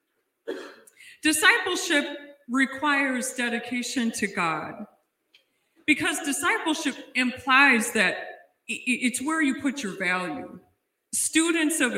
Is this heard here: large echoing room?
yes